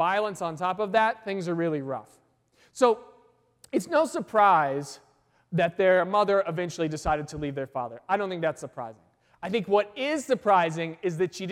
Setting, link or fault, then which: setting, large echoing room